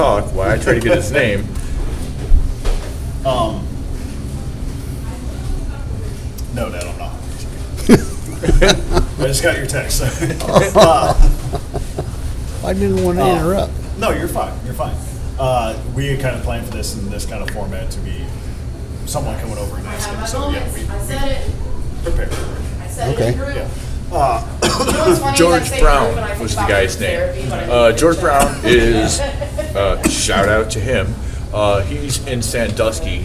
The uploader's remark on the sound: Live From Wadsworth Tavern. Haunted History Tours around the square of Wadsworth, Ohio. Recorded live at Wadsworth Tavern!